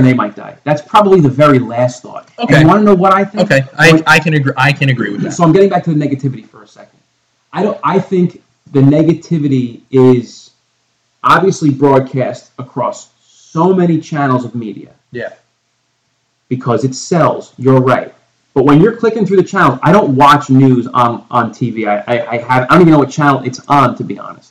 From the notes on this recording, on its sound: Please excuse the potato audio quality.